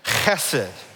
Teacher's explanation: Got to get that little rattle in your throat going. · Term: guttural